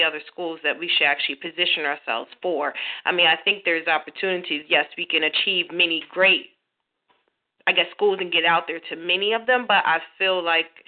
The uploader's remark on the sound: GEMS Operations Committee Teleconference